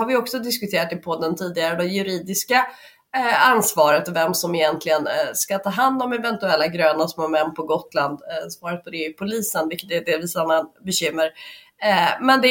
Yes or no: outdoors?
no